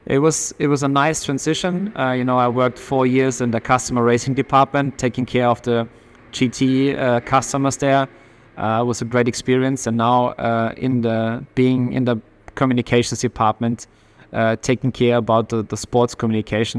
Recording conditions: busy venue